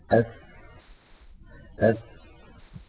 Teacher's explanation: السين يا إخوة حرف مهموس، لأنها من حروف سكت فحسه شخص. أس أس فالسين إذن حرف فيه جريان للهواء، جريان للنفس، كما أن فيه جريانا للصوت أيضا. أس فالسين حرف مهموس رخو، وهو حرف منفتح لأنه ليس من حروف الاستعلاء السبعة خص ضغط قر، وهو حرف منفتح لأنه ليس من حروف الإطباق الأربعة.